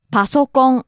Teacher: kind of rising and then leveling off · Term: pitch accent